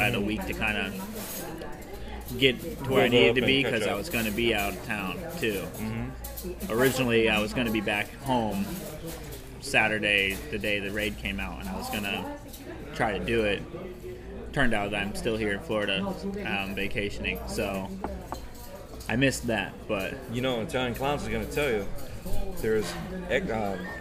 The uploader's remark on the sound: At "Capdevila’s at La Teresita" in Tampa. The new building now holds a sit-down restaurant (Capdevila’s at La Teresita) with tables and booths on the east side of the building, the cafeteria with the horseshoe-shaped counters on the west side and takeout area, a banquet hall on the 2nd floor.